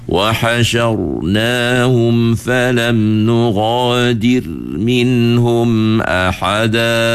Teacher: Kita tahan tapi tak tahan semua. Itu cara sebut huruf ra.